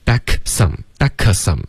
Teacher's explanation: back 跟 some 这个时候呢，它是属于一个融合音，这个 k 连到一个 s 的音呢，就变成 x backsome，所以直接连着发，千万不要顿，OK，发 back some, back some 这样 backx，有没有听到这个爆破？这个爆破非常重要，OK，不能说 backsome，是 backsome，someOK，所以要爆破，然后持续这个气流。Some, OK，中间都不会顿的。Till I get